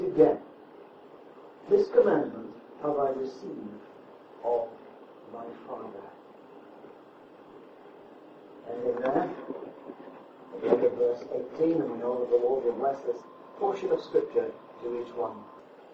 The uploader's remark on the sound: The exact date of this message is unknown and audio quality poor.